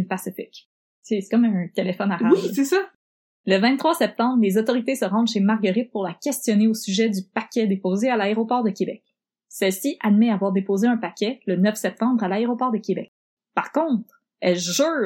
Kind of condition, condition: fault, poor sound quality